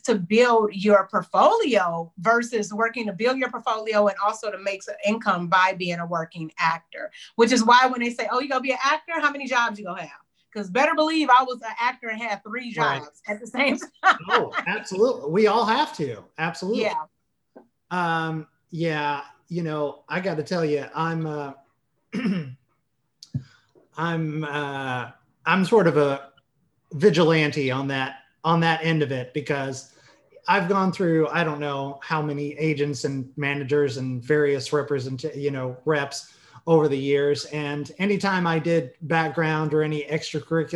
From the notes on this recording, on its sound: Recorded via Zoom.